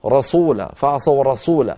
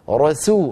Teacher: فخم الراء ثم عد ورقق السين · Shown in: second take